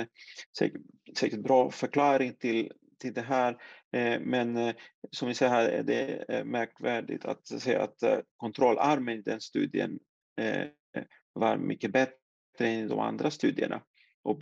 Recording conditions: video call